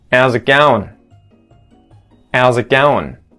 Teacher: we remove that H from the front of the phrase